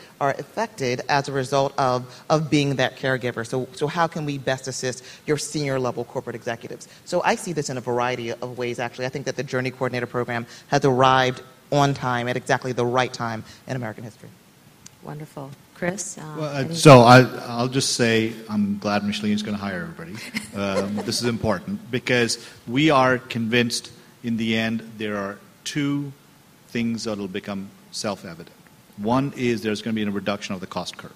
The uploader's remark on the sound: This panel at the UsAgainstAlzheimer's 2017 Disparities Symposium